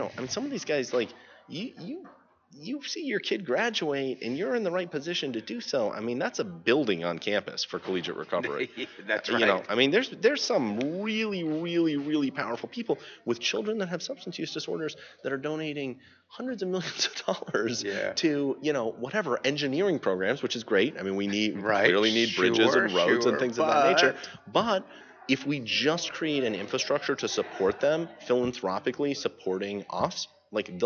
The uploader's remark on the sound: At The 3rd Annual North Texas Recovery Conference 2015